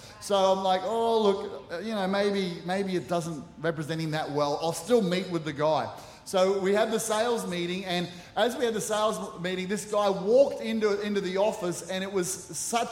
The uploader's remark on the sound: Recorded during our 9am service on Sunday, the 1st of October 2023.